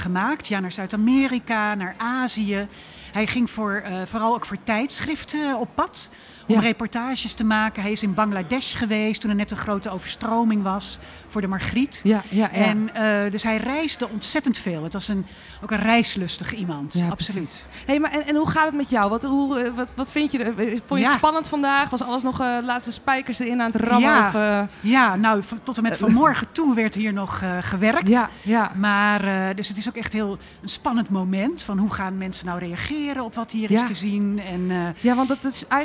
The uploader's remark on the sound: Recorded live at the opening of the exhibition: "Lust For Life | Ed van der Elsken" at the Dutch Photography Museum.